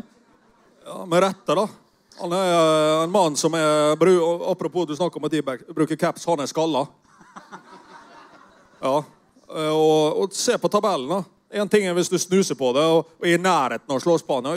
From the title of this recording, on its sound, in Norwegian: Live fra Salt i Oslo